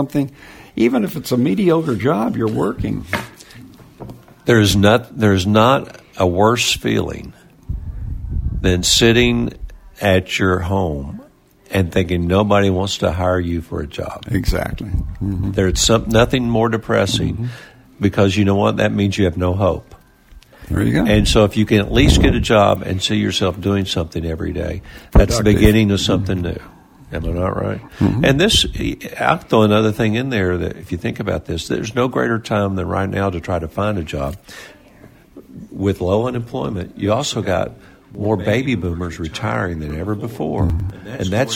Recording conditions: busy venue